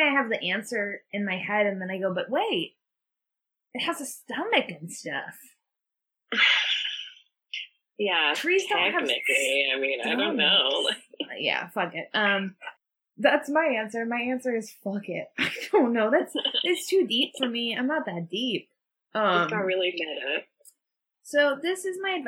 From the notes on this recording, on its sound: the audio is a little wonky